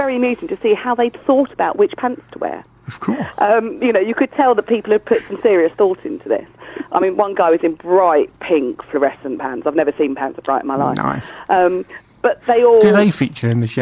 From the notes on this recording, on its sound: joined on the phone